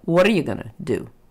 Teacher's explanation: Why do we stress the do? That's that key content word. And the what are you going to, those are all the function words that lead up to it.